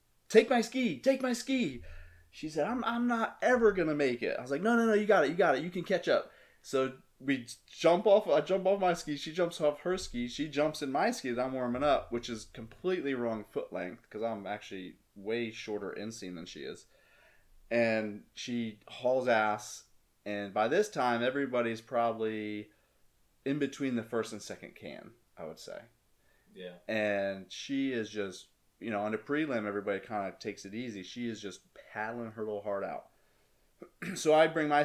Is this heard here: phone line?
no